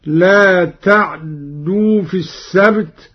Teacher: أبدلت التاء دالا وأدغمت في الدال الثانية · لا تعدوا في السبت، بإسكان العين واختلاسها